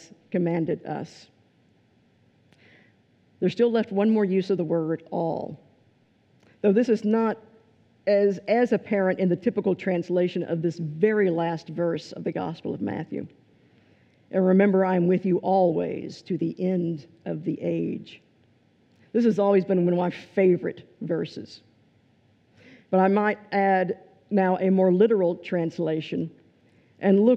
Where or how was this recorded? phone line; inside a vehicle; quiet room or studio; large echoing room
large echoing room